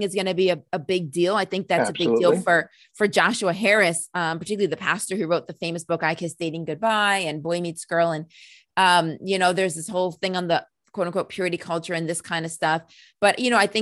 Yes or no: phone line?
no